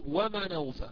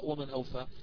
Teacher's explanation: أسقط ورش الهمزة ونقل حركتها التي هي الفتح على النون الساكنة قبلها · Shown in: first take